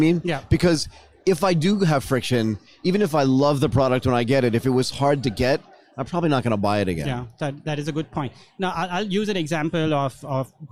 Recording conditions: busy venue